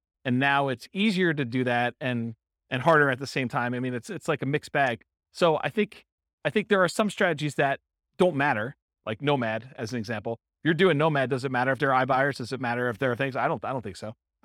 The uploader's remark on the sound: This was a live class recorded